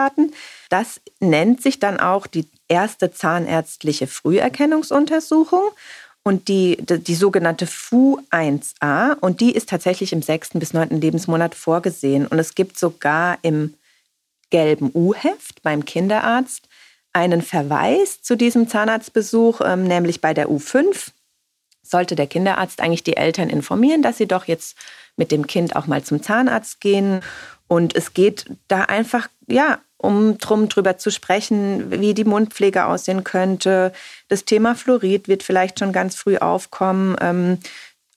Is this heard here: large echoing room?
no